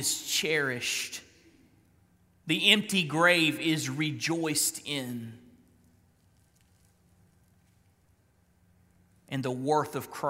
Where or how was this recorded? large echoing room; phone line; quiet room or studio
large echoing room